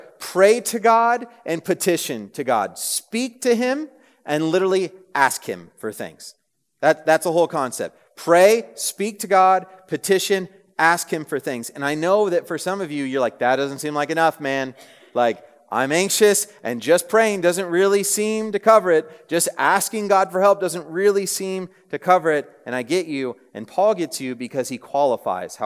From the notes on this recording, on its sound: At a Thursday Night Gathering of Coram Deo College Ministry.